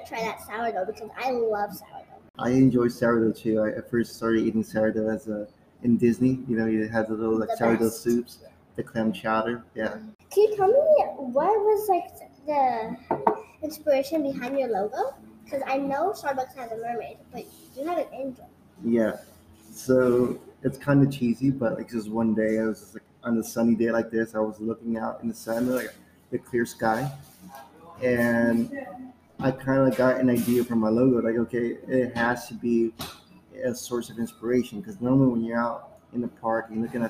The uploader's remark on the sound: On location at Coffee Muse. On location at Coffee Muse. Small batch coffee shop located in the heart of Down Town Santa Ana.